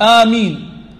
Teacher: وآمين قيل الألف لا تمد، آمين يعني القصر، وفي رواية ورش عن عاصم تمد مد البدل 2 أو 4 أو 6 حركات، والأظهر القصر، وآمين الياء تمد المد العارض للسكون.